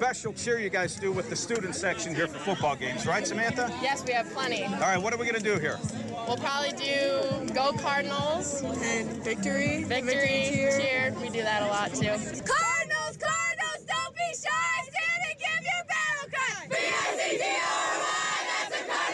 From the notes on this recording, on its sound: Sounds of Friday Night Lights at Coldwater High School